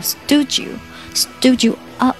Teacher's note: stood 的最后的 d 和后面的 you 做连读